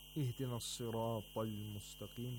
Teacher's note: We have ta, which has tafkhim at the highest level, at the second highest level actually, because the ta has the fatha.